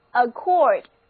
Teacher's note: accord，重音放在第二个音节上